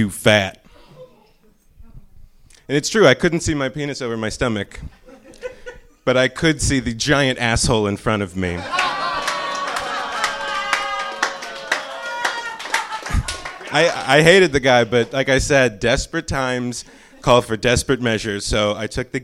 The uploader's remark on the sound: The final in the trinity of shows we recorded in Los Angeles is now comin atcha live. It was an absolute privilege and joy doing a show at the Nerdist Showroom at Meltdown Comics.